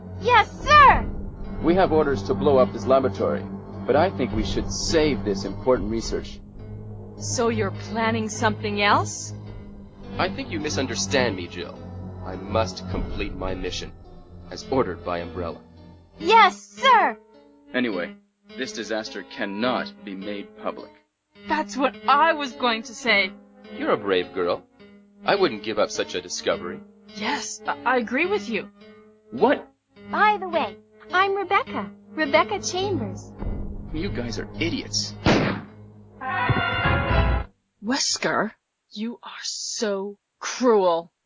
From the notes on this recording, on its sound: February 2012 when we recorded the first episode proper of the then Project Umbrella Podcast. Apologies for the erratic audio quality throughout as back then we were still learning our way around this whole podcasting lark.